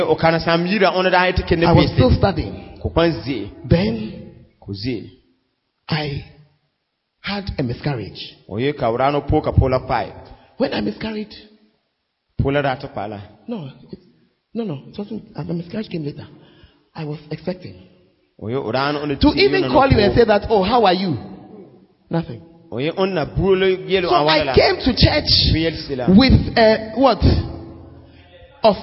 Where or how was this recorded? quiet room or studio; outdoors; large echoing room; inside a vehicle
large echoing room